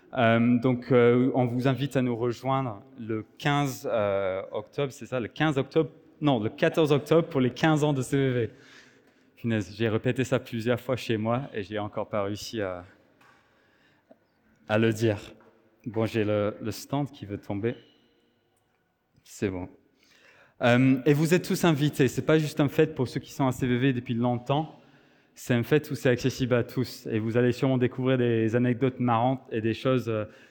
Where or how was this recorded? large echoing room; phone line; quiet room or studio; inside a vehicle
large echoing room